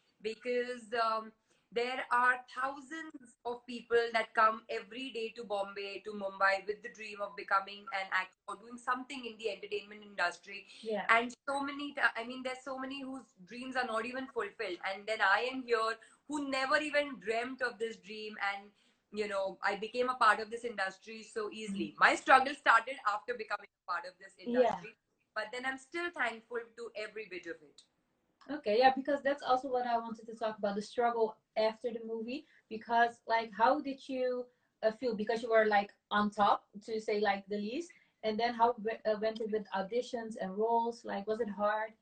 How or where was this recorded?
video call